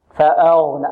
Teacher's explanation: الغين عند تفخيمها لا نضم فيها الشفتين